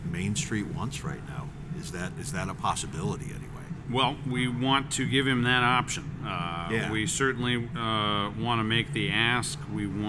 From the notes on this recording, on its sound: Franchise Leaders at IFA 2024 Part 1. Live at IFA 2024.